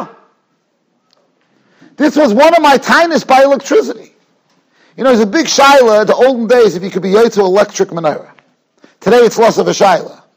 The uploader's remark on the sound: Shiur recorded in Yeshivas Ohr Reuven, Monsey, NY.